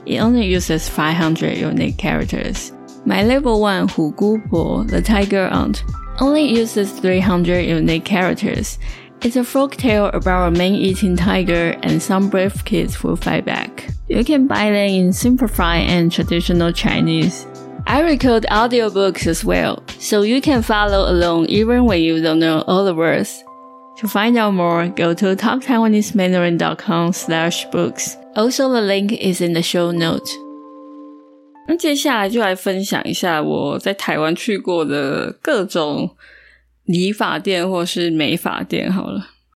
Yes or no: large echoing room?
no